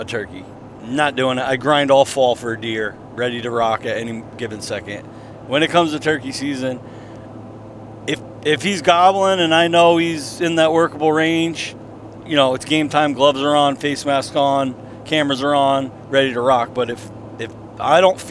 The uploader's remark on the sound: We are in the truck driving home from roosting birds at night.